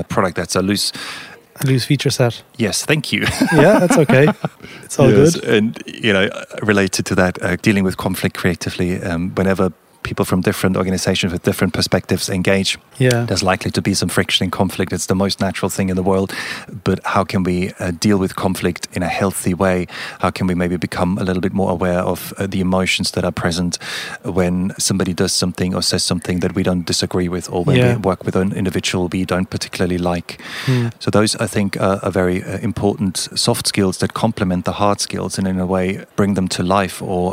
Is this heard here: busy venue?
yes